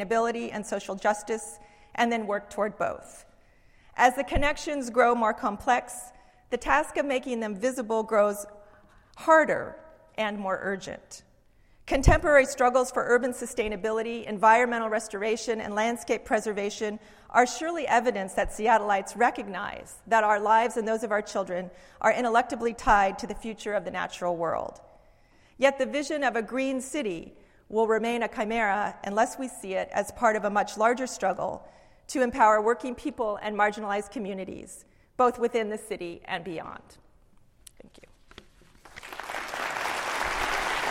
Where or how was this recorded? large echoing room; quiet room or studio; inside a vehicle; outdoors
large echoing room